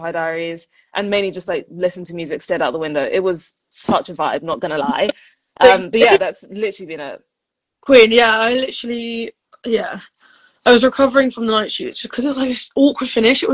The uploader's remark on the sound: BONUS EPISODE from IG Live